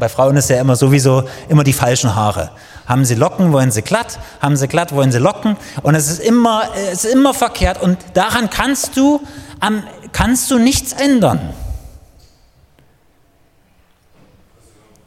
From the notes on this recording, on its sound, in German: Die Predigt ist aus dem Gottesdienst vom 22.